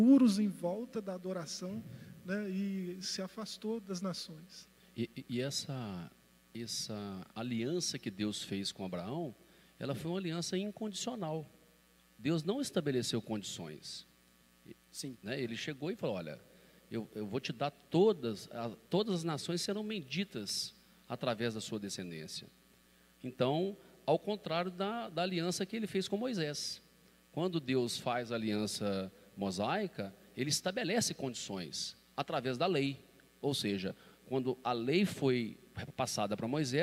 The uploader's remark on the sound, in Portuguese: Podcast gravado (ao vivo) na ADEC | Assembleia de Deus, Caratinga - MG